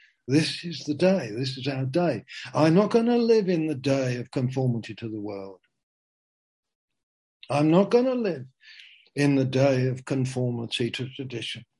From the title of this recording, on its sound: Zoom - Teign Valley Sessions